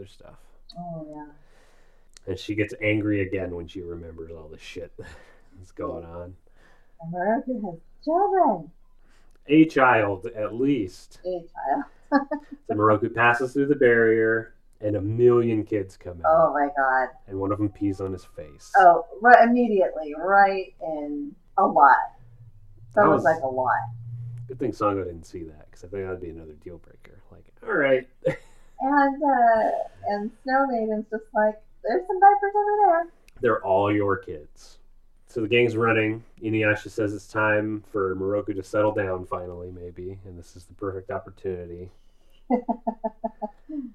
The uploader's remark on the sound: Sound problems plague this newest episode of We View Yasha!